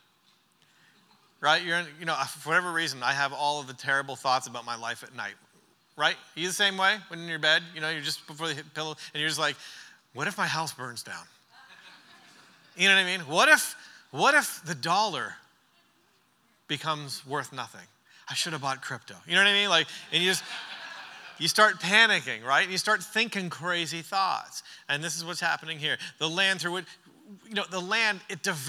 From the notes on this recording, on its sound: During our final session of The Church Conference